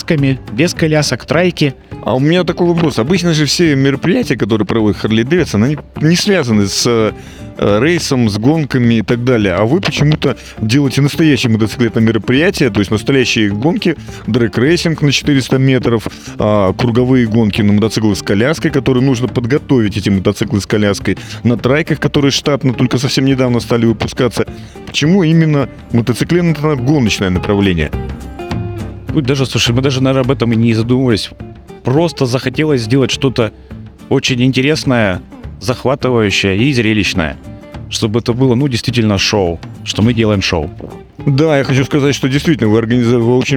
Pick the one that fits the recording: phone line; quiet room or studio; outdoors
outdoors